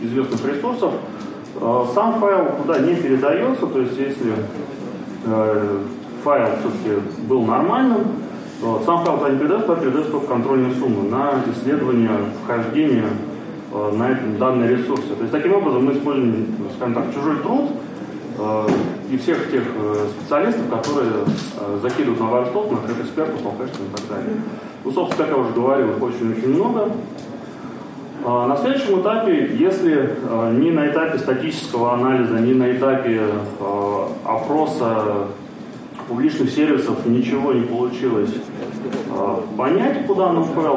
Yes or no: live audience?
yes